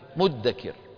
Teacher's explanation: أبدلت الزال دالا وأدغمت الدال في الدال · Term: الإدغام